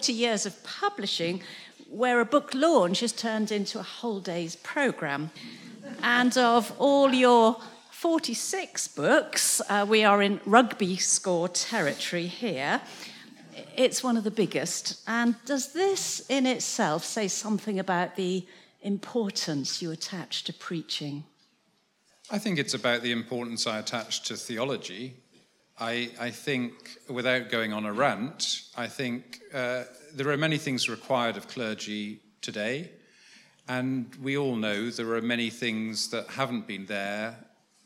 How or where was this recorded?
busy venue